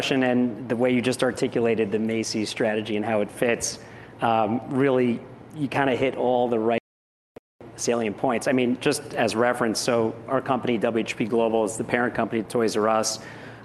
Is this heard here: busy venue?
yes